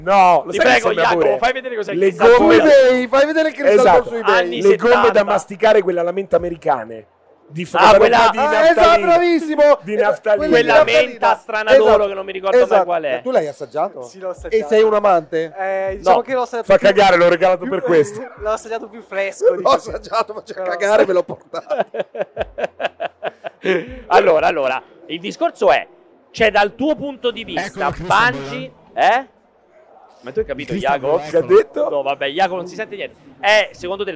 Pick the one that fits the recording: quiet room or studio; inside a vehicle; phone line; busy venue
busy venue